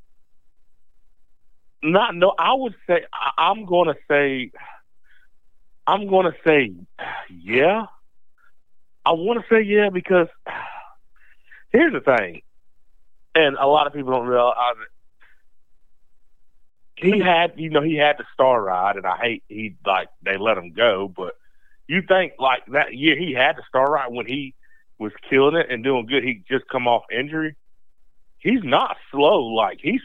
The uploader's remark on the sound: Then, we will have a call. We have a call.